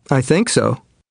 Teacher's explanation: Notice the stress on the verb in short answers with so. · Term: Sentence stress